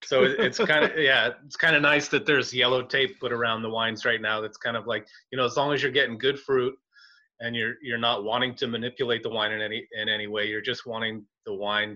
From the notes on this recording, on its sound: Our Zoom invite somehow made it into her “junk” file but we decided to do the show anyway.